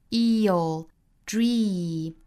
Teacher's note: dream 都是长元音 e，嘴角两边裂开，形成紧张度